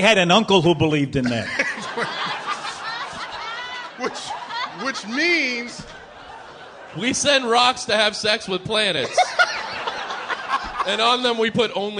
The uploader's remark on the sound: Live at the Bell House